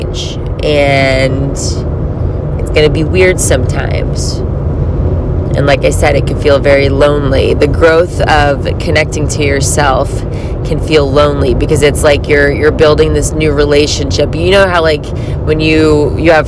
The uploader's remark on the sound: a sober talk while I’m driving